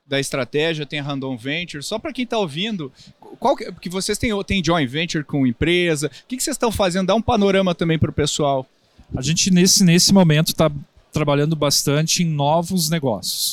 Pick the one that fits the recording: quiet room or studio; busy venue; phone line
busy venue